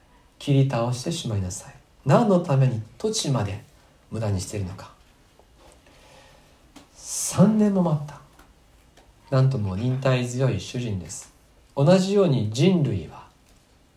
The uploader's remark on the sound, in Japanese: 2020年9月27日吉備教会礼拝メッセージ録音